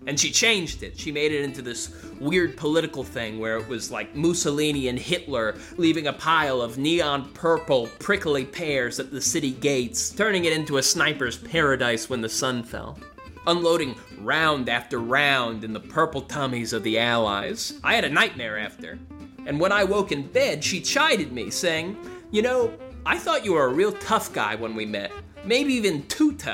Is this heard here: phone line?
no